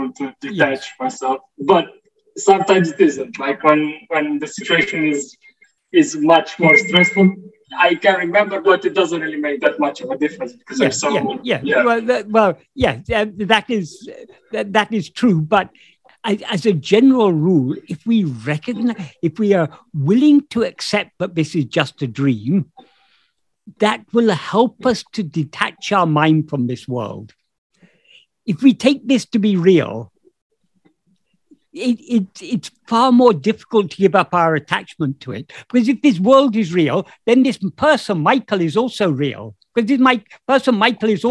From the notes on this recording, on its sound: In a Zoom meeting on 18th May 2022